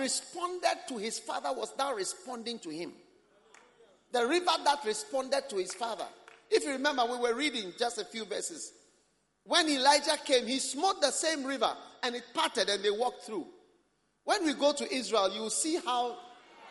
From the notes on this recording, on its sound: Preached at the First Love Center Accra Ghana